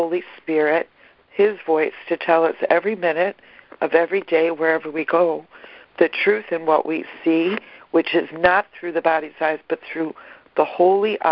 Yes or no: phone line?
yes